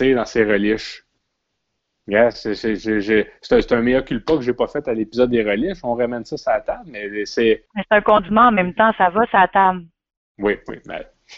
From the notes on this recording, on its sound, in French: Enregistré sur appel vocal Facebook